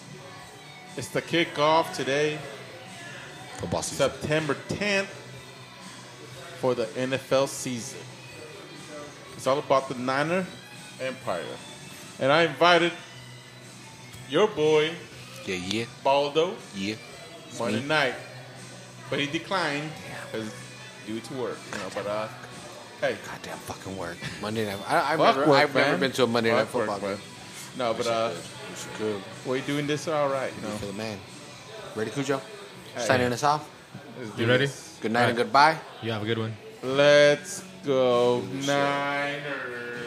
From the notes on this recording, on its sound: We also play some sound clips we recorded at the Fire and Ice party hosted by Jack Daniels at 201 Main. Some really great sounds of a bunch of people partying in downtown Salinas.